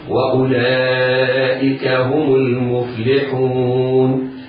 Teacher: واللغة العربية في هذه الحالة لا تجيز التقاء الساكنين، ونتخلص من التقاء الساكنين بتحريك أولهما، وقرأنا بتحريك الميم بالضم من غير صلة